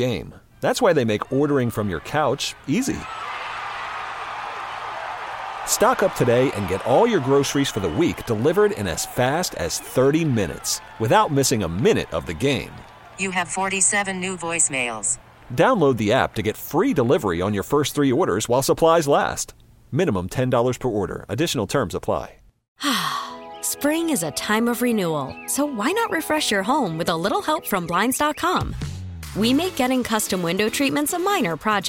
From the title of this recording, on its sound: Royals Press Conference